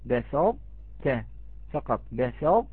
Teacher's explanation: فأنت تأتي بطاء غير مقلقلة ثم تاء